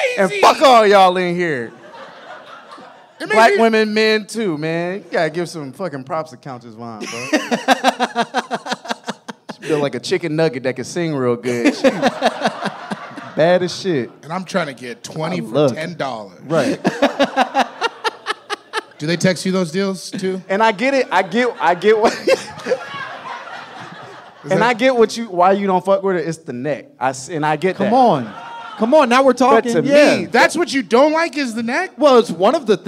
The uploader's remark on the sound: My Momma Told Me Live from LA!